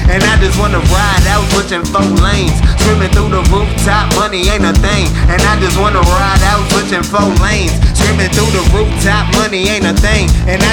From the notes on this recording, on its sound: These tracks were recorded and performed live in Washington, DC at the Howard Theater location inside the hip hop legendary clothing store, Grindstone Universal.